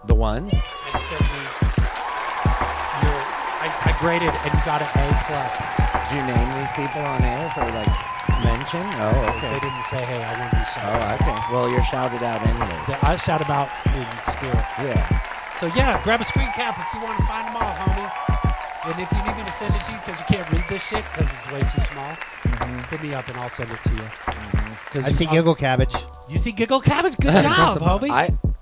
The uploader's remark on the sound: Filmed in front of a live Studio Audience